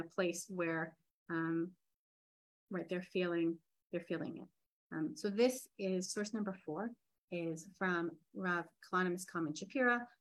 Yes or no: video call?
yes